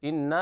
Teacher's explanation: إنا حرف أغن مشدد يغن بمقدار حركتين